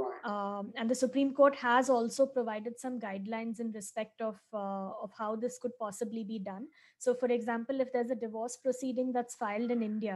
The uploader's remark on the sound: Webinar audio recording dated 20 May 2020.